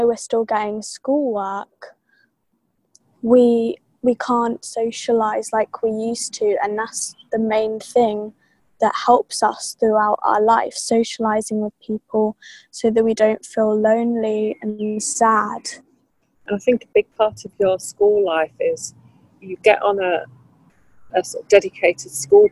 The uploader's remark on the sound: Recorded in the garden (with a couple of connection blips)